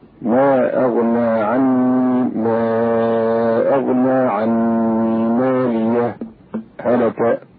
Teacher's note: يسكت على ماليه مقدار حركتين بلا تنفس مستأنفا هلك · Term: السكت